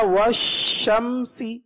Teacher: جب زبان کا حقیقت میں درمیانی حصہ لگایا جائے اچھا تالو پر اور دونوں دانتوں کو ملایا نہ جائے دانت دونوں دانت قدرے کھلے رہیں اس طریقے سے · Term: شین